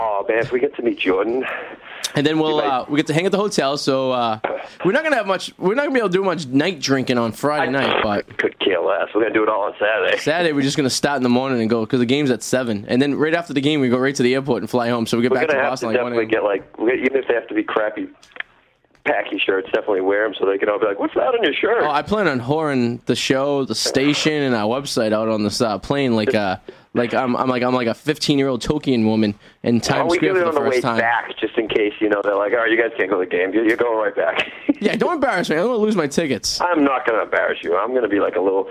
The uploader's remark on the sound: Live in Studio. Via the phone. Is stuck in his parents basement and can't leave.